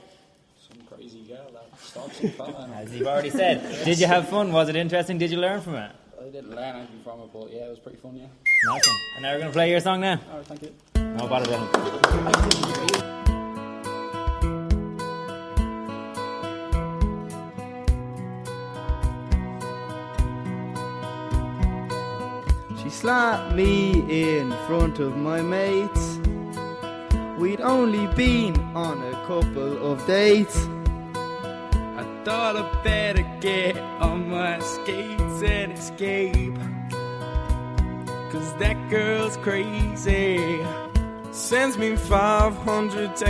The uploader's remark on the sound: The Songschool Show live from St Mary's Diocesan School Drogheda, Co Louth, Ireland.